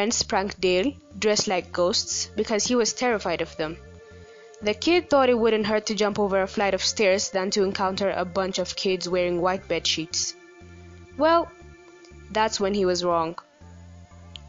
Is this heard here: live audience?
no